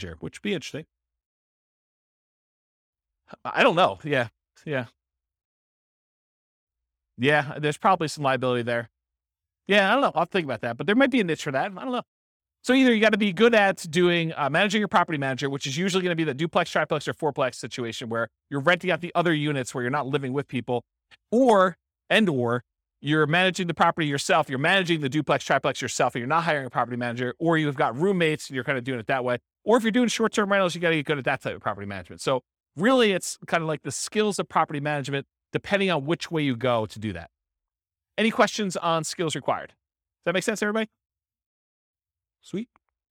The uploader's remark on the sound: This was a live class recorded